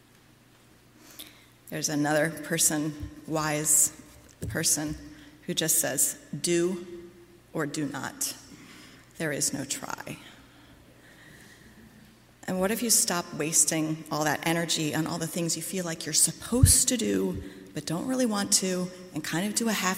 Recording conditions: large echoing room